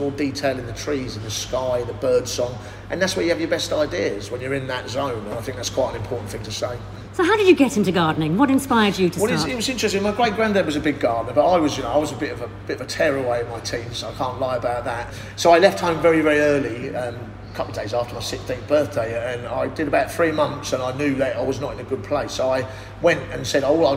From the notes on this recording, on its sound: From BBC Gardeners' World Live, June 2023. Visits the BBC Gardeners' World Live show, at the NEC in Birmingham.